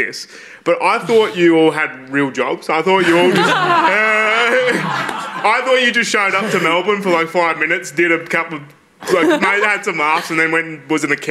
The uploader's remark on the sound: In a special collaboration with Melbourne International Comedy Festival. Presented in partnership with Melbourne International Comedy Festival. This event was recorded on Wednesday 5 April 2023 at the Wheeler Centre.